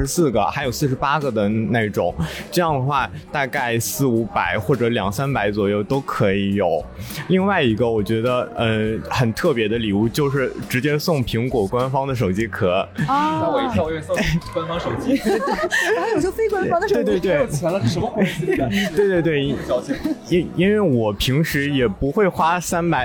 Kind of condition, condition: fault, background noise